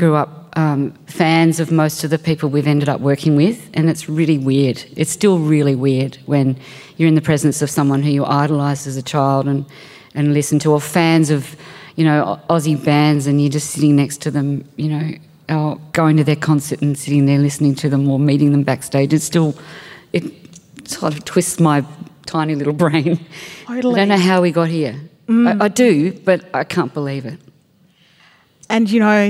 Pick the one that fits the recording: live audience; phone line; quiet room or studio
live audience